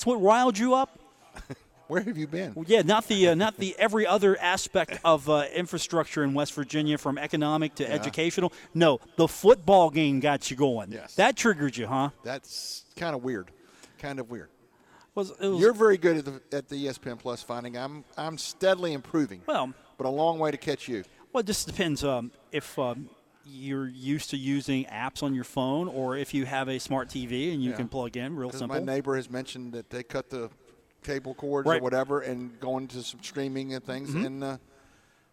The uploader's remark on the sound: live from The Union Pub and Grill